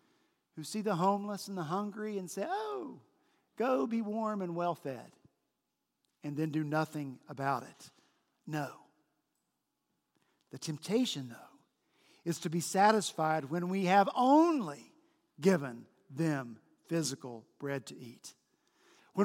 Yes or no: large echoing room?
yes